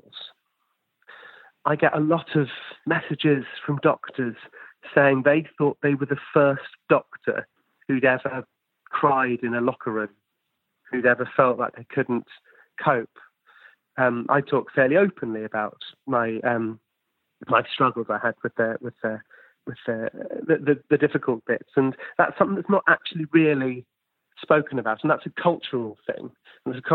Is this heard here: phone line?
yes